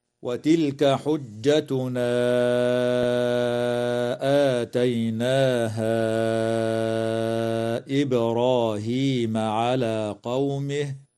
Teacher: وتقلقل الباء في كلمة إبراهيم